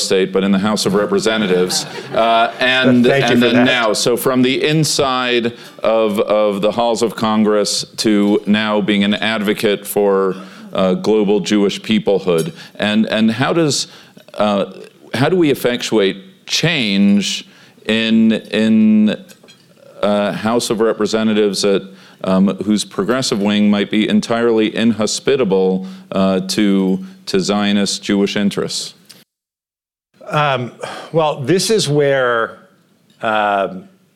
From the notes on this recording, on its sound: Recorded in front of a live audience.